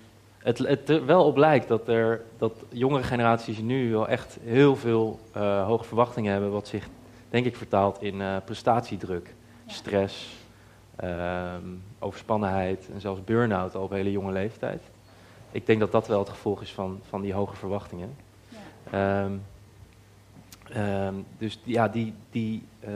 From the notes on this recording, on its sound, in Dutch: Live gespreksprogramma dat op 2 juni 2023 werd opgenomen in de Serre van de Botanische Tuinen in Utrecht. Het maakte onderdeel uit van de Dag van het Uitstelgedrag van het Student Support Centre.